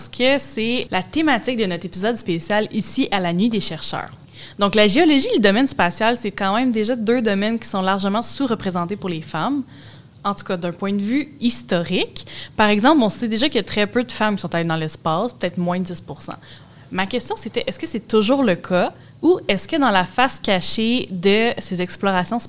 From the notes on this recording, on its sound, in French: Enregistré pendant La Nuit des Chercheuses et des Chercheurs 2022 qui s'est déroulé au Jardin botanique. Dans cet épisode spécial, enregistré pendant La Nuit des Chercheuses et des Chercheurs 2022 qui s'est déroulé au Jardin botanique.